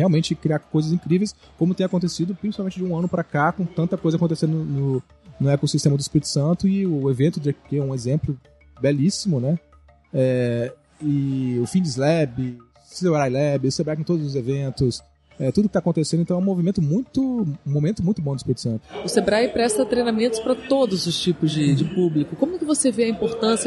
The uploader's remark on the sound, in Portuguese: Episódio gravado no evento "Sebrae - Circuito Startup Summit Espírito Santo", realizado em dezembro de 2019.